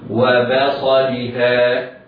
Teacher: الباء مفتوحة بعدها صاد مفخمة، وهنا يحترز على القارئ أن يحترز من تفخيم الباء لمجاورتها الصاد المفخمة · Term: باء مرققة